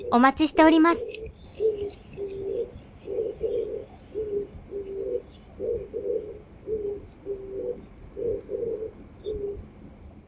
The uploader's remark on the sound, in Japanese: 公園にて